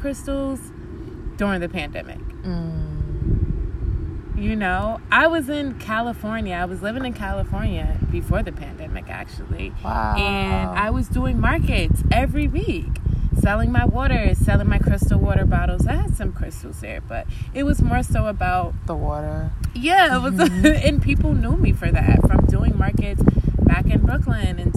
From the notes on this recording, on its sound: We recorded this outside in a park